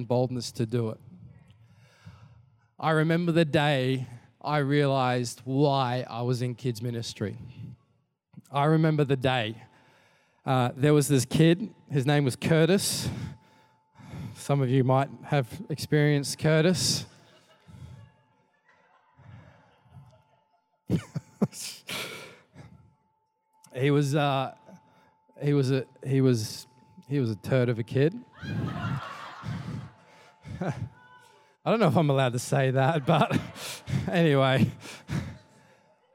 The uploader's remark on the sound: Recorded during our 5pm service on Sunday